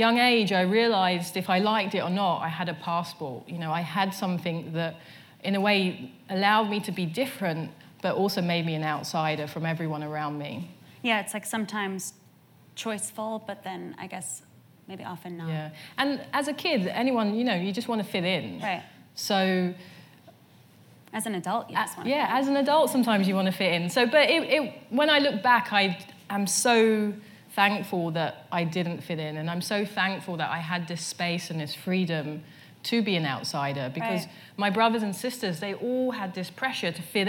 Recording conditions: live audience